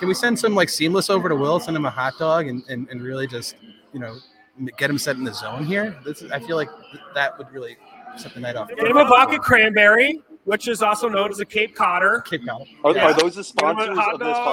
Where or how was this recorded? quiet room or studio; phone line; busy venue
busy venue